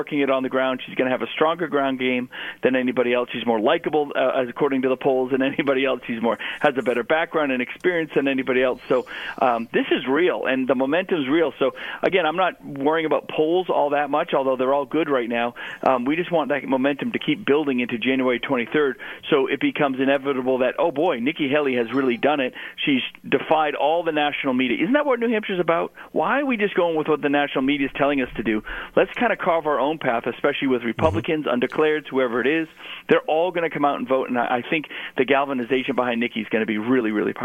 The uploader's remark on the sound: Called into GMNH.